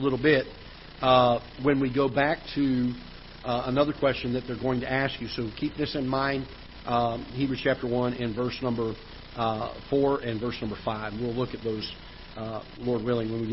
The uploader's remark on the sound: Ketha Heights Baptist Church ~ Live Broadcast